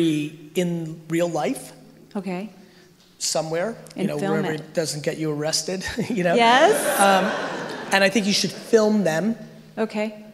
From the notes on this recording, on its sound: A Throwback to Slime Bash 2019. We quickly dive into Q&A where I answer some of the crowd's questions.